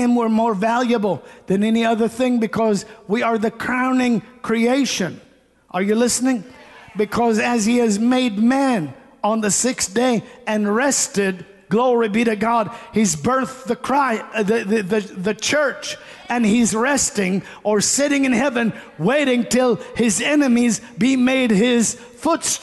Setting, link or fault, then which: setting, large echoing room